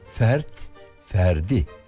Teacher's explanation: T'ler de D'ye dönüştü.